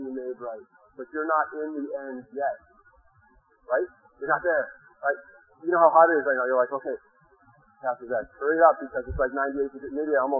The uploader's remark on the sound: In this sermon audio, which was rescued from a very bad recording.